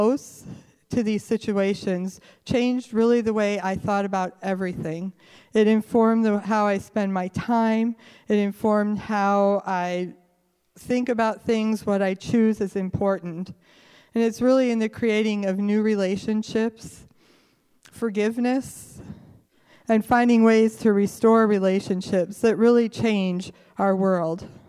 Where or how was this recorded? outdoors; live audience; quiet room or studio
live audience